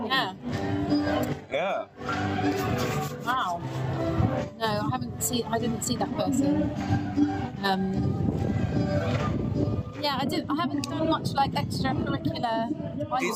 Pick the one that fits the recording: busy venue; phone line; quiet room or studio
busy venue